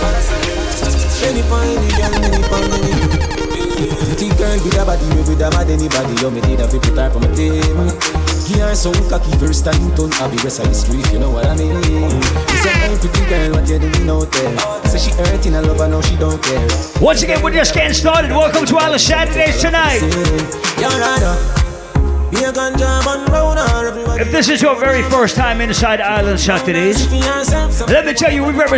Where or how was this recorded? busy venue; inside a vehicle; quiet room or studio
busy venue